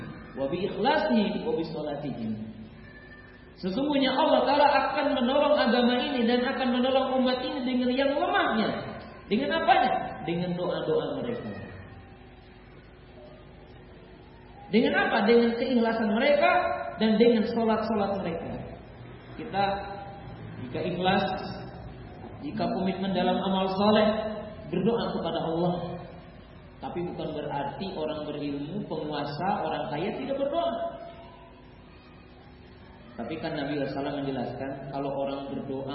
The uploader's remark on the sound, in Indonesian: Safari Dakwah Magetan. Di Masjid Al Khoir Magetan.